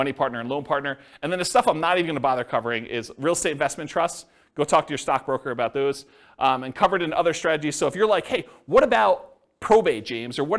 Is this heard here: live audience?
yes